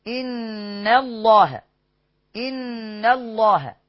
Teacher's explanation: إن حرف غنة مشدد حركتين